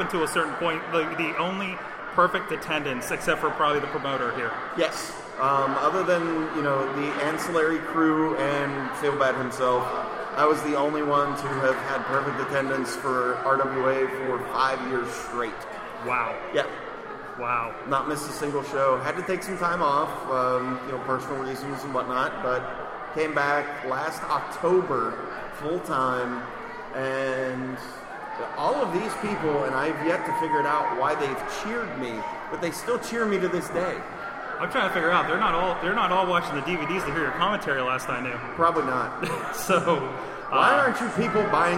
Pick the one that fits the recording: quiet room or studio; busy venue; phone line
busy venue